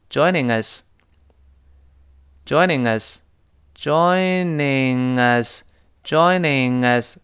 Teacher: 有 NG，舌根要拱上去堵死这个喉咙。啊，所以 Joining，然后后面再个 S，连读就 N GS， N G S JoiningS， Joining N G A · 但注意，Joining 和 us 中间儿会发成连读。Joining，你注意有个 NG，有 NG，舌根要拱上去堵死这个喉咙。啊，所以 Joining，然后后面再个 S，连读就 N GS， N G S JoiningS， Joining N